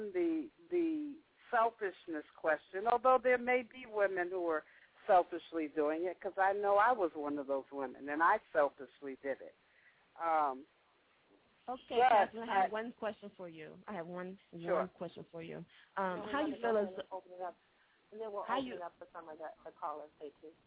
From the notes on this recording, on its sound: opens up the phone lines